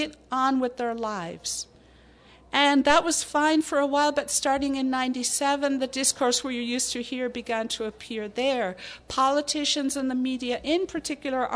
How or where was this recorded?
live audience